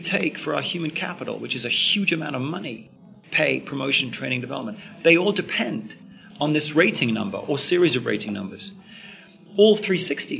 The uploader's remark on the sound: at the 2015 SHRM annual conference